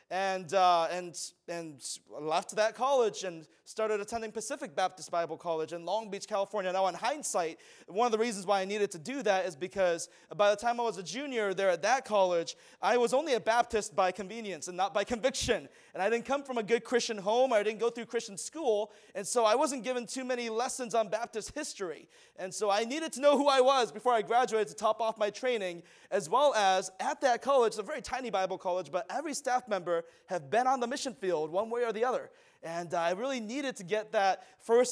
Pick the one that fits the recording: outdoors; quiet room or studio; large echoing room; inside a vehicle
large echoing room